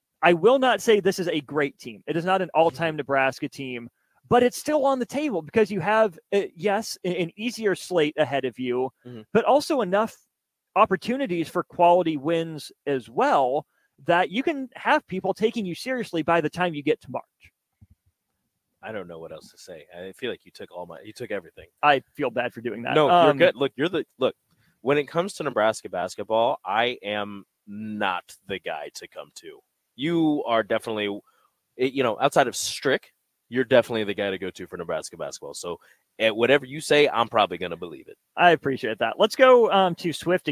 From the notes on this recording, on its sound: LIVE from CHI Health Center